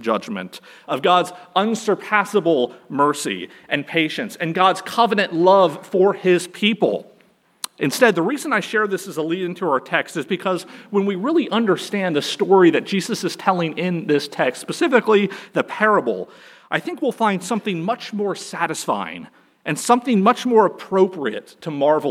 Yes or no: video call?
no